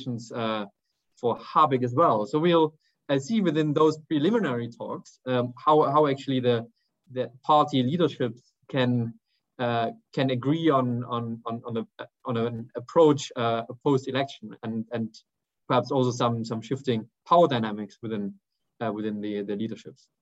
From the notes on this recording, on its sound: a recording of one of our digital events